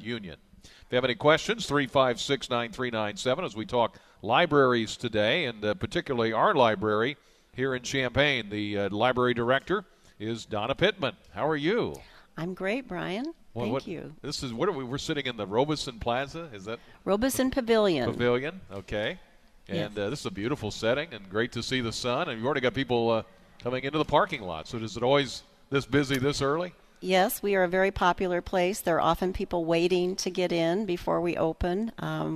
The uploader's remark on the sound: Live at The Champaign Public Library this morning for National Library Week. Live at The Champaign Public Library this morning for National Library Week.